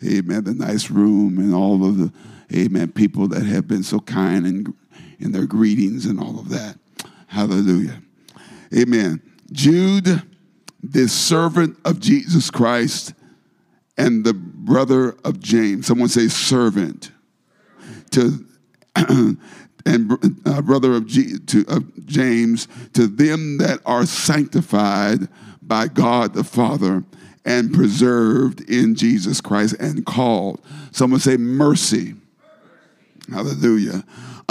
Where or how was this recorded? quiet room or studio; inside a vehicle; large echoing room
large echoing room